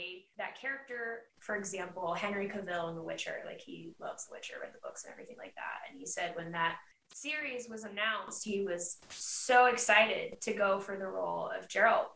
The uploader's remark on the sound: We want to apologize for the audio, we recorded this with a lot of emotion and sleep deprivation, we're still trying to figure everything out.